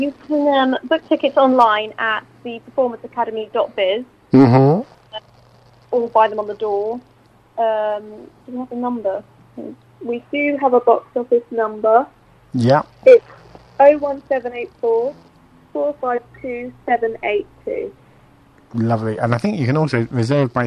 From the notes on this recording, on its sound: is joined on the phone